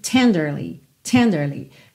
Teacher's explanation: essa palavra normalmente tem a sílaba tônica na primeira sílaba